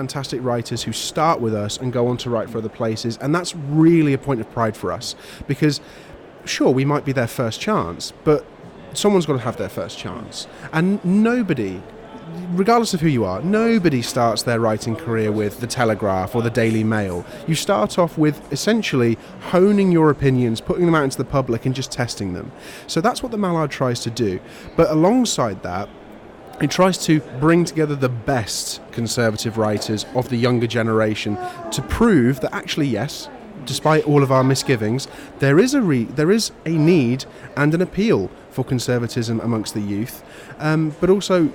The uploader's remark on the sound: Live at the Conservative Party Conference 2022.